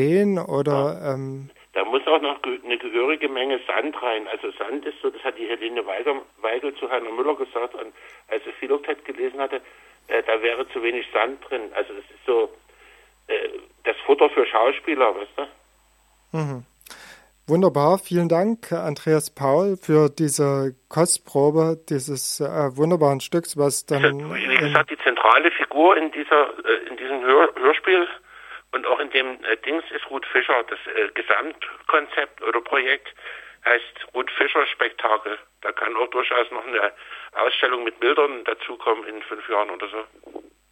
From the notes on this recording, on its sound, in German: Lesung und Gespräch am Telefon.